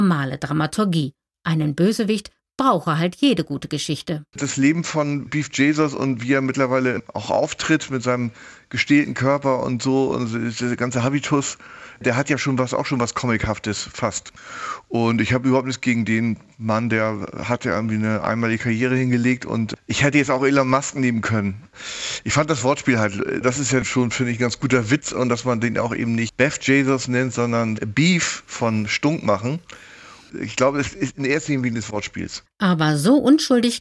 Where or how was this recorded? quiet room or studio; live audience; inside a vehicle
quiet room or studio